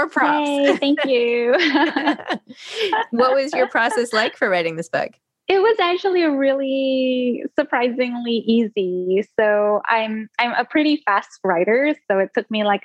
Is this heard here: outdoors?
no